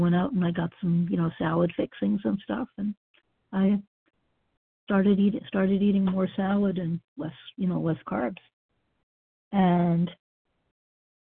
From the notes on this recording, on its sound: Qualification from the 100 Pounders Phone Meeting.